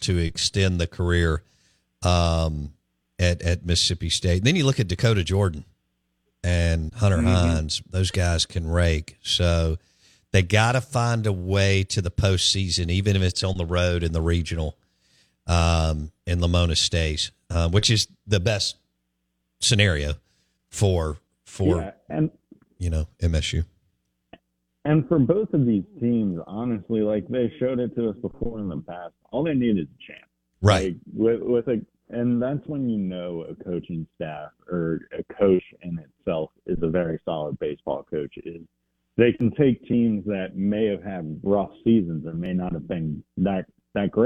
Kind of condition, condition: link, phone line